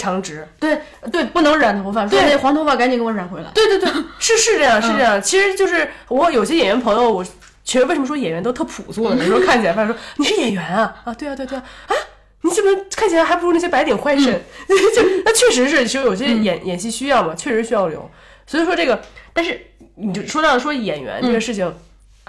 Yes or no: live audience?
no